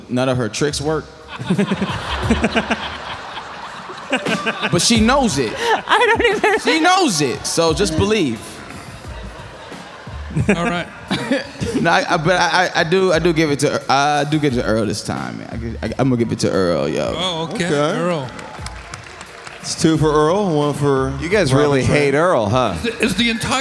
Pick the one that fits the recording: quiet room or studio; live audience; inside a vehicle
live audience